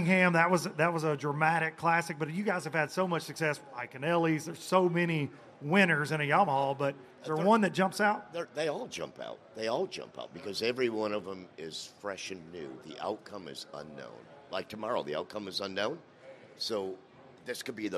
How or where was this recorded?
busy venue